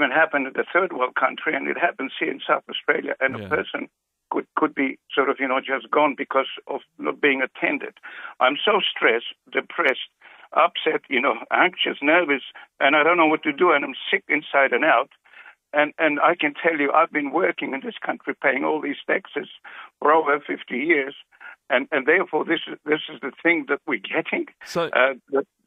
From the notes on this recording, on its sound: First phone call at 5.